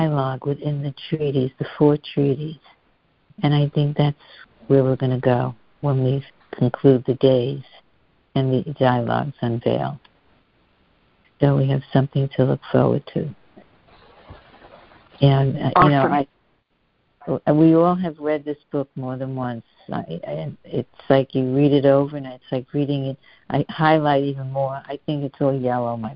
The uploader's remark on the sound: A Course in Miracles [ACIM] Students are joining together on a Free Conference Call.